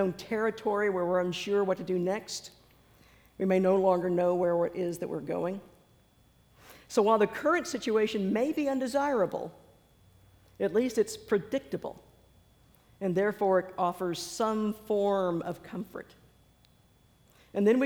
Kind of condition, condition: setting, large echoing room